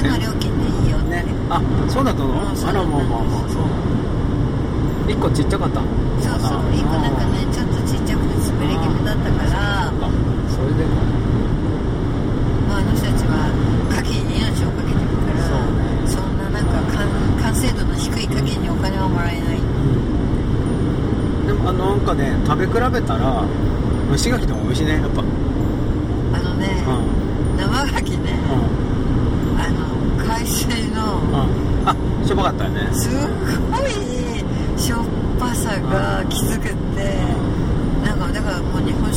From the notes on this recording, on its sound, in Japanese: 三陸沿岸道路より。今週は初めて車の中で録ってみました。けっこうエンジン音がうるさいね・・うちのエブリイががんばってる音もお楽しみください。